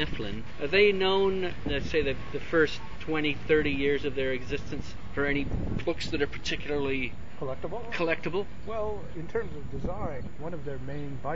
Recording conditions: wind noise